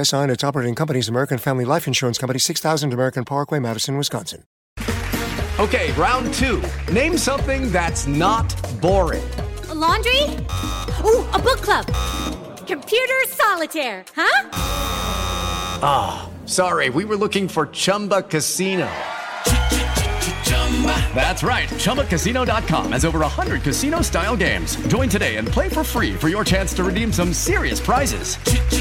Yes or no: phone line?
yes